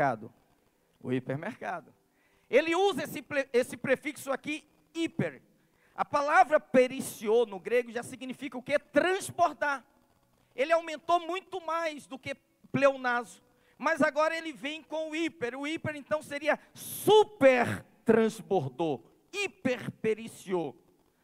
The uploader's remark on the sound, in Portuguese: CULTO AO VIVO